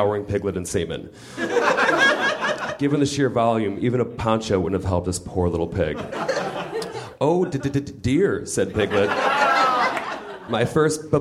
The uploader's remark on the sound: Recorded August 20, 2013 at the nerdmelt theater in LA.